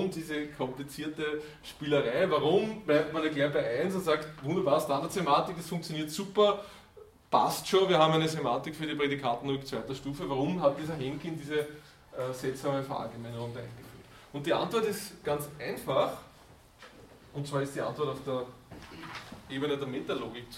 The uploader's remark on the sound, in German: Diese Vorlesung wurde von Studierenden aufgenommen